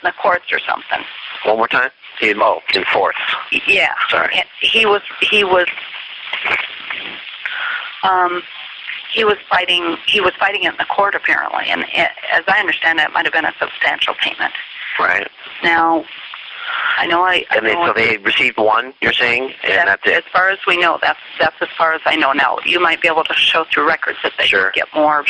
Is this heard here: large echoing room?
no